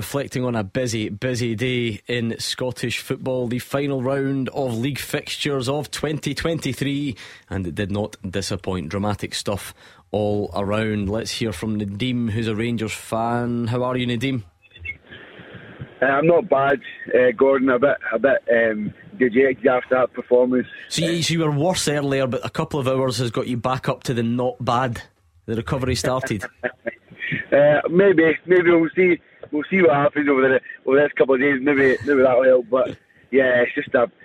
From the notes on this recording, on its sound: Clyde 1 Superscoreboard. We open the phone lines to get all your reaction.